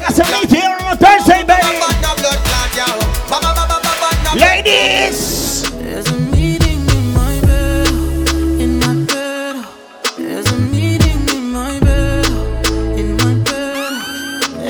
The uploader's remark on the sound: Live Recording